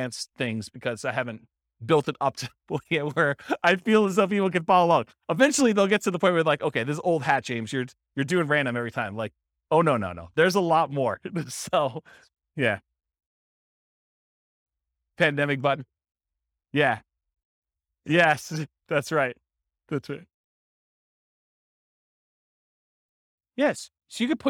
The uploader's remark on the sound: This was a live class recorded